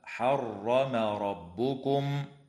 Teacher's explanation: وتفخم الراء في قوله تعالى حرم ربكم لأنها مفتوحة